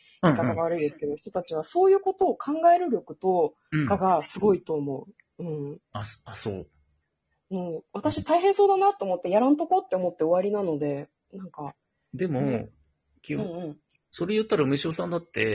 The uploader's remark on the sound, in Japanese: リモート収録